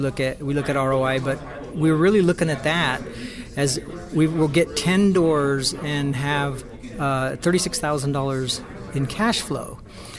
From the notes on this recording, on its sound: In between activities during the Oklahoma City JHU Live event is a great time to record a podcast